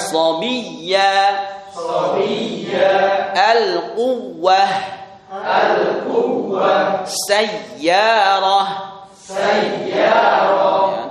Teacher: wawu dan ya yang bertasdid juga harus ditekan dimanapun itu keadaannya. Yang didahului dhamma atau fathah atau kasroh.